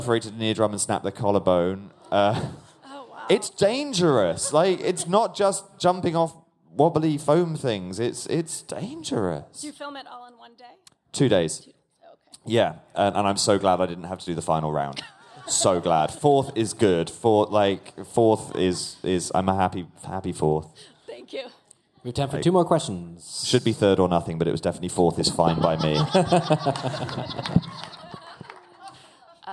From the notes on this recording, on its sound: We're live from LeakyCon in Boston. Play a few of our favorite games with the audience.